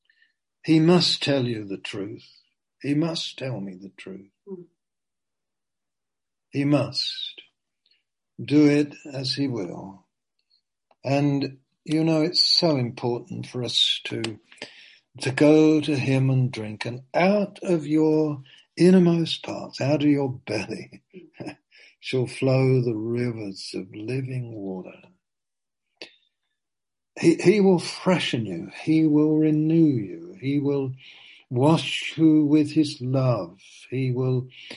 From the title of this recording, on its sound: (Zoom) - Teign Valley Sessions - 19:00